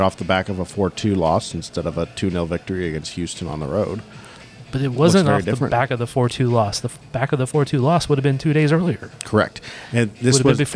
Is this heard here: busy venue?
yes